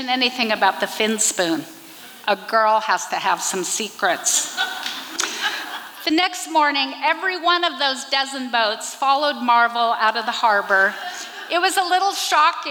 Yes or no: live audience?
yes